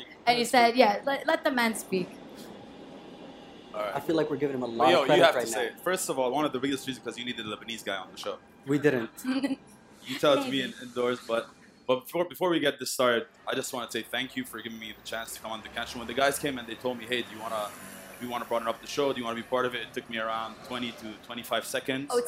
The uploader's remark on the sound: Live From #TodayAtApple